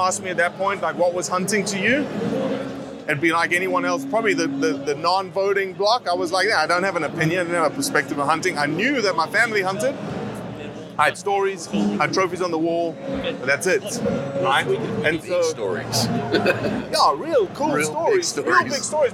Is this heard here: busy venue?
yes